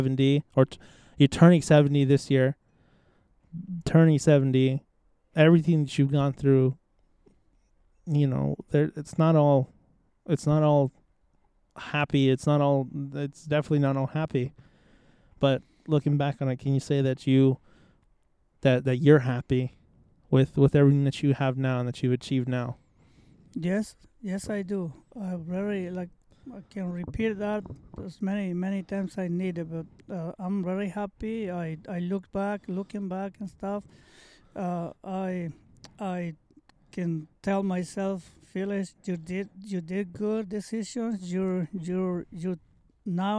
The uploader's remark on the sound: This episode was recorded and filmed outside, so I apologize if there are any annoying barks, or birds!